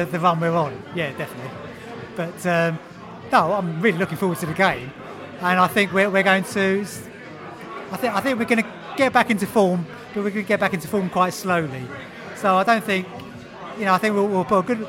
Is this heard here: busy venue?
yes